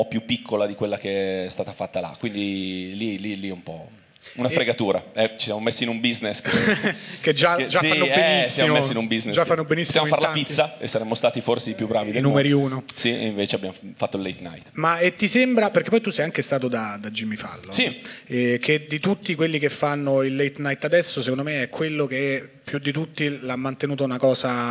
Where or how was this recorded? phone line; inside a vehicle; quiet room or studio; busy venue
busy venue